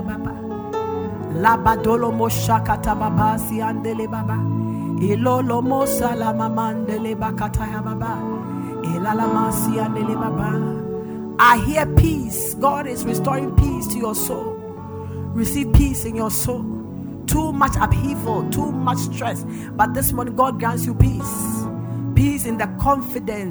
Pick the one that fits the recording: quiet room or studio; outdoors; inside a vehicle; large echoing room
large echoing room